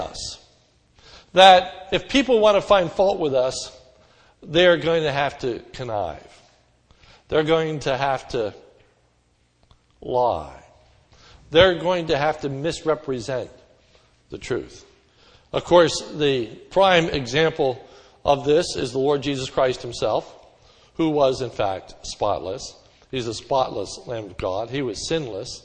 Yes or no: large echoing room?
yes